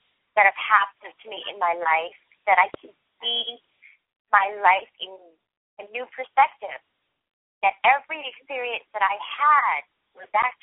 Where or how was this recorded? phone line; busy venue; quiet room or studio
phone line